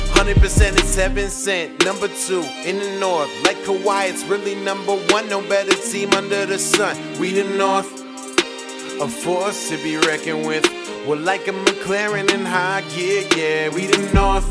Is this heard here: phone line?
no